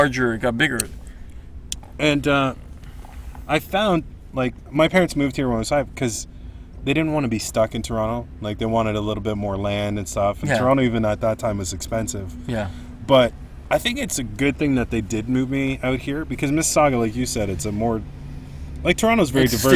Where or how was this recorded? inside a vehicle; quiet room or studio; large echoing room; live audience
inside a vehicle